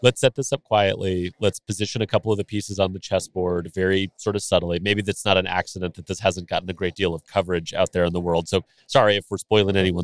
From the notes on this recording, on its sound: Live From the Fintech Meetup in Las Vegas. At the Fintech Meetup conference, live from Vegas.